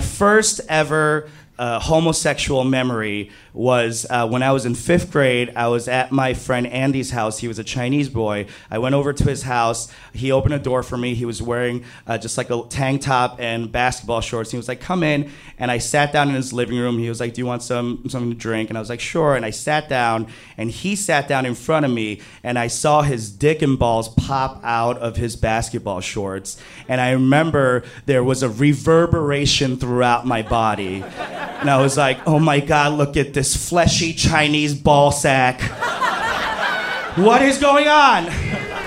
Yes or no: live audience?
yes